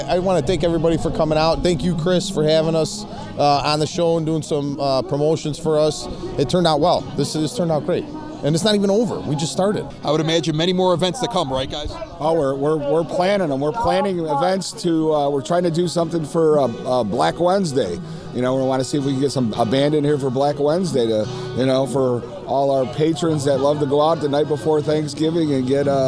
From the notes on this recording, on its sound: Some cool cars also were on display this past weekend, and we have the audio from Evergreen Park's American Legion.